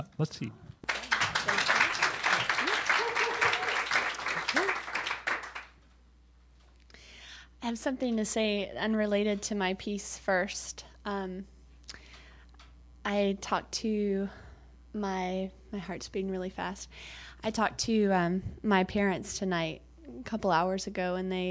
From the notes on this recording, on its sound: Yet another night of Erotic Open Mic at San Francisco's OneTaste. As the players take the stage and share their sensual stories and songs.